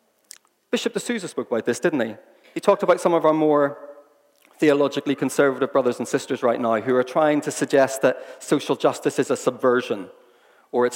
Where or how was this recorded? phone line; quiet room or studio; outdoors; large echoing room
large echoing room